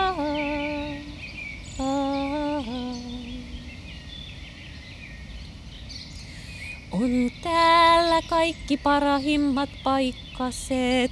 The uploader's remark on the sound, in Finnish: Vuosina 2020-2022 äänittämässään Keskusmetsä-teososassa. Keskusmetsässä soivat stadilaiset linnut, lukuisat eri lehti- ja havupuut, kehäteiden, ulkoilmakeikkojen ja maastopyöräilyn äänet, kauriin askeleet, mutta myös sähköistetty jouhikantele. Pitkäkosken metsässä äänitetty.